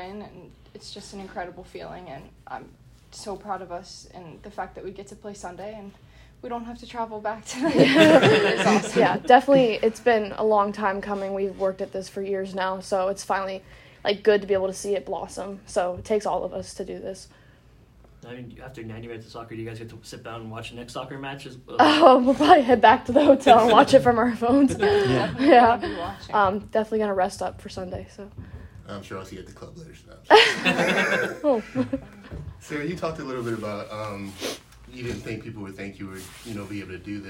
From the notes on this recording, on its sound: Pitt women's soccer NCAA postgame press conference. Post match press conference.